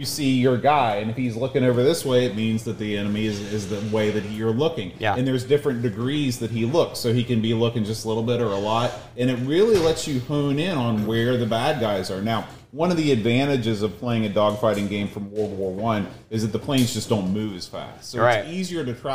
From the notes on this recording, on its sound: LIVE from Boatfest 2023